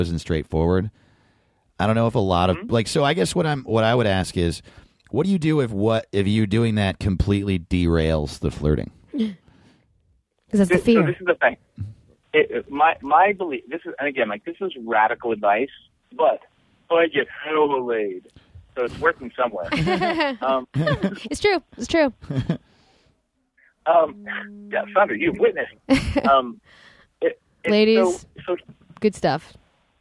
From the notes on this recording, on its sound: Calls in to break down flirting do's and don'ts. It's our first phone interview!!!